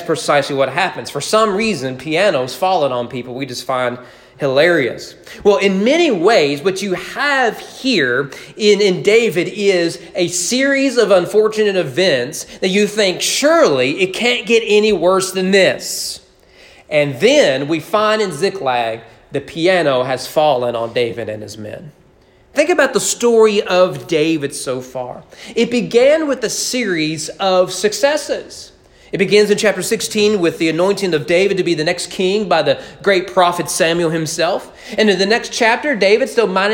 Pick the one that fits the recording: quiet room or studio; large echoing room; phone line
large echoing room